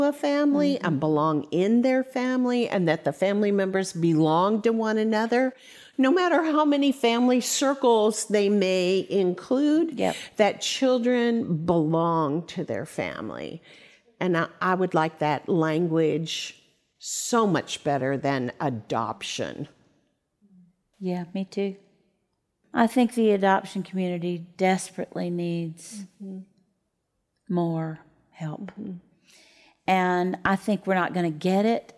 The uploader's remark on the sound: questions from the audience who was at The Micah Center for this recording